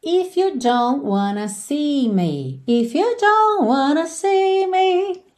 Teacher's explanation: você já percebe que esse T do don't não aparece, lembrando que todas essas consoantes oclusivas pintadinhas de vermelho podem aparecer mais, menos ou nada e frequentemente não aparecem nada.